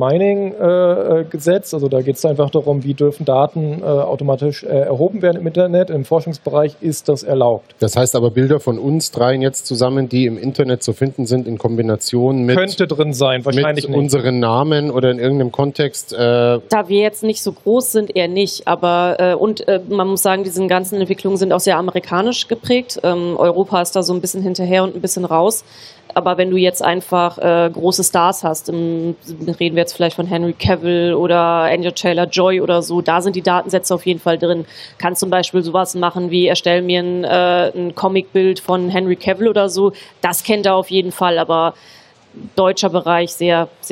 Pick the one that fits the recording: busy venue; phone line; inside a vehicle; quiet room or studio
busy venue